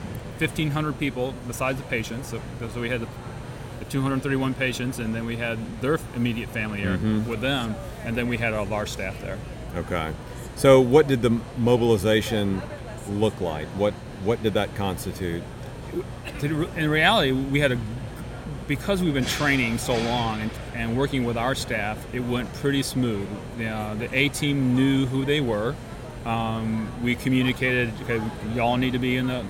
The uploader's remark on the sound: during MGMA’s 2019 Annual Conference in New Orleans